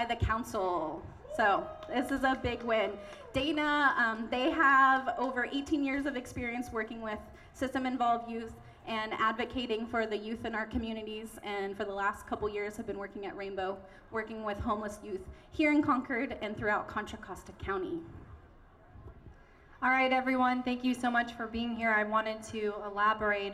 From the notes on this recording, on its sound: Pride In The Plaza is an annual event held in Concord California. The event is hosted by Rainbow Community Center of Contra Costa. We’ll hear sounds from the annual event.